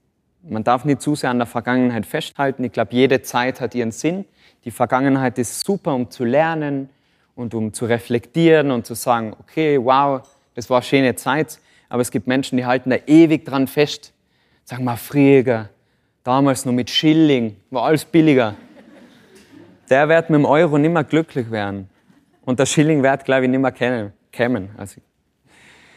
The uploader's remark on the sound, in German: Live vom Good Vibes Festival 2023 in Seefeld, Tirol